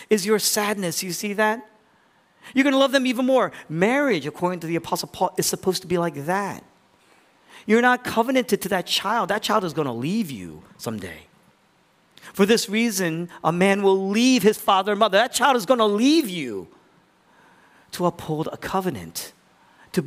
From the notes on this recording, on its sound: was originally preached in East Falls, Philadelphia on July 16, 2023.